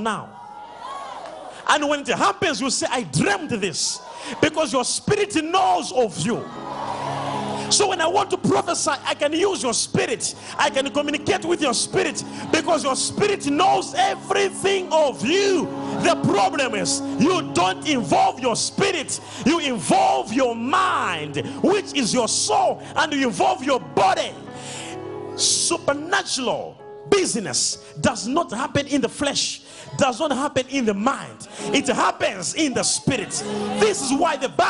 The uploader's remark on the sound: LIVE DIPLOMATIC SERVICE | 22/05/17| ECG CHURCH